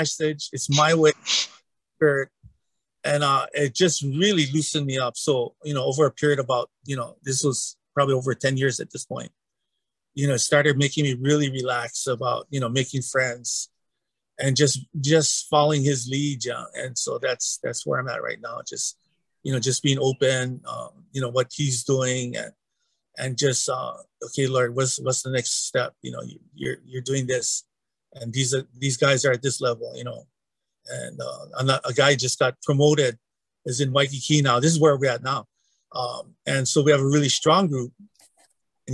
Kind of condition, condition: link, video call